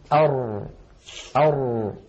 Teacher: تجد بأن الصوت لم يجري جريان أش أو أس ولكنه لم ينحبس انحباس أق أو أب